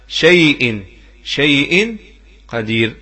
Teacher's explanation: لذلك قال الناظم وقرأ بقصر اللين. إذن الأصبهاني عليه رحمة الله يقرأ بقصر مد اللين خلافا للأزرق الذي أخذ بالتوسط